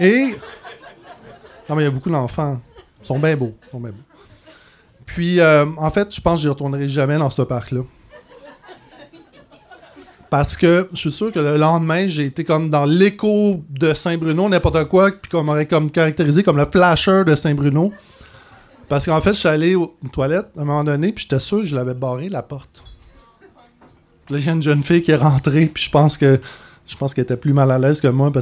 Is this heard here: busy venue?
yes